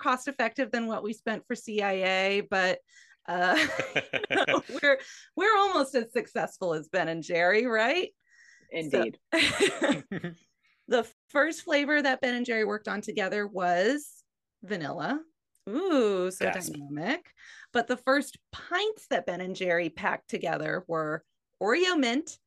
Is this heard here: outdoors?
no